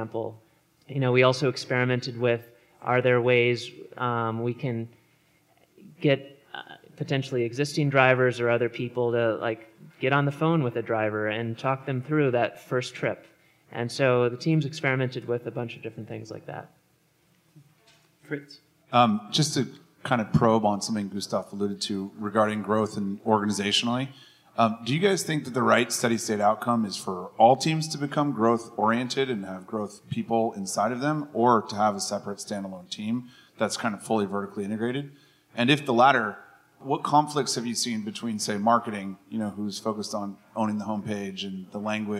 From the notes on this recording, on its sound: The Scaleup Offsite 2017. This panel was recorded at The Scaleup Offsite, an event focused on scaling companies co-hosted by Greylock Partners and YC Continuity.